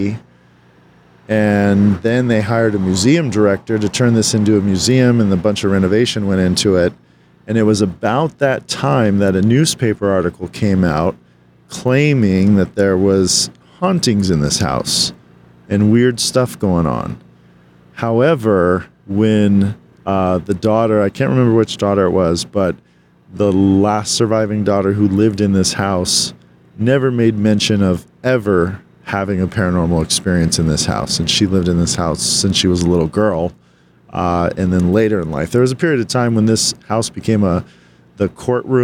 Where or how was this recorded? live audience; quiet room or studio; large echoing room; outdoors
outdoors